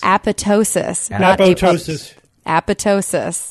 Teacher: we propose that the stress should be on the penultimate syllable